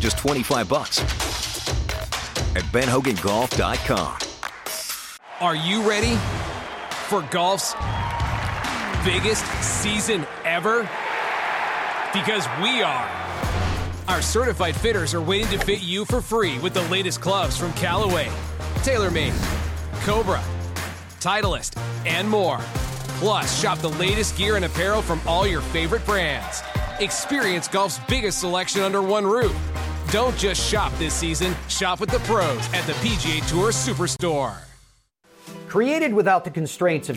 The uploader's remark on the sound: broadcasts live from the Travelers Championship